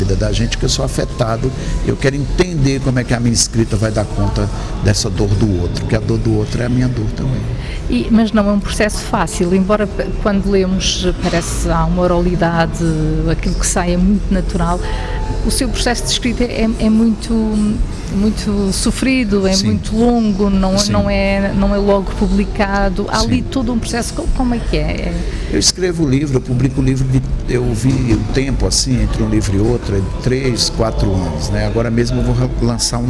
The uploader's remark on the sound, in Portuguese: em direto do Festival Literário da Madeira